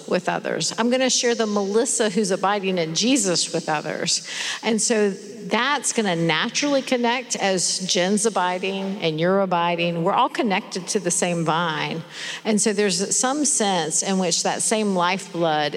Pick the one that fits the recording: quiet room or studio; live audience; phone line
live audience